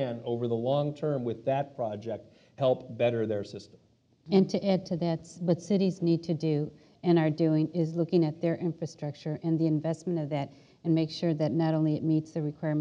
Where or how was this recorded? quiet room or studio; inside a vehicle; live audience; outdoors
live audience